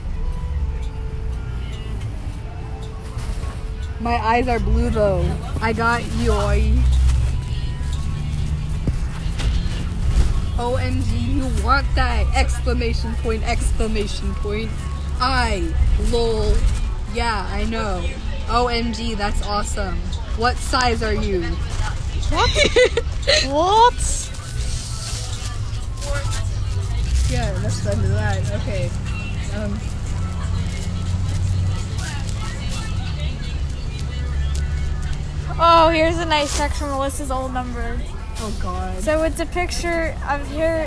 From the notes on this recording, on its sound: Recorded on a bus